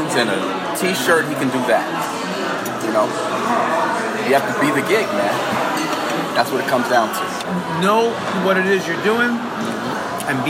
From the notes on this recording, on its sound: We caught up after that first gig we played together over some grub in Vegas. Please forgive the background noise.